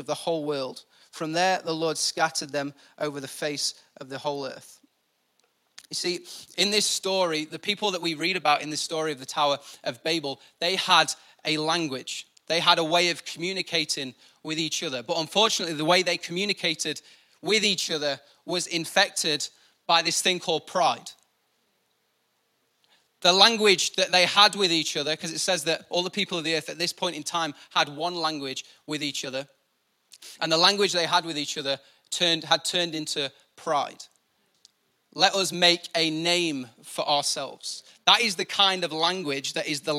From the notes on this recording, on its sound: Recorded live at the Chesterfield Campus. IKON Church.